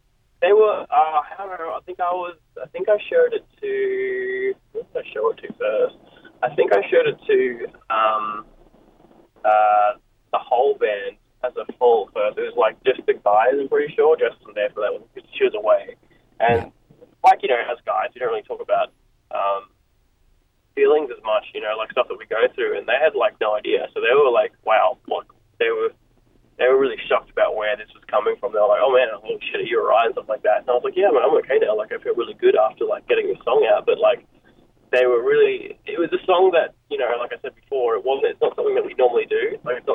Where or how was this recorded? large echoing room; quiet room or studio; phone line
phone line